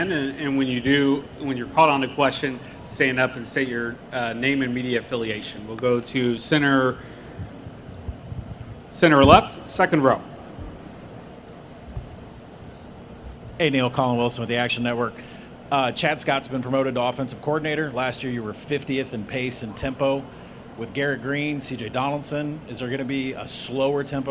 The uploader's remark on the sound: press conference at Big 12 Football Media Days